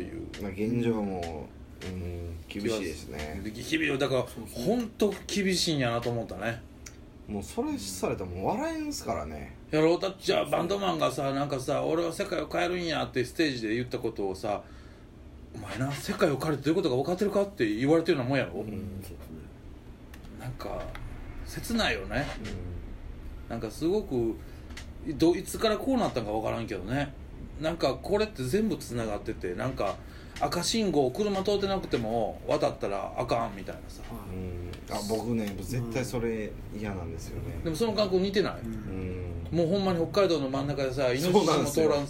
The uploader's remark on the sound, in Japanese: 神戸、SPACE DOG!RECORD(お店)より。